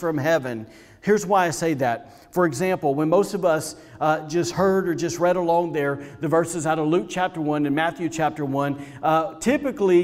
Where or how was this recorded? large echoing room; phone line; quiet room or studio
large echoing room